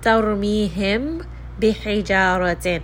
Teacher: This is because the meem and the ba both have similar makhraj, so both of them are going to come from the same area. Also, it is going to be accompanied by a ghunna of the meem, so you are going to bring it up into the nose just a little bit. · Term: ikhfa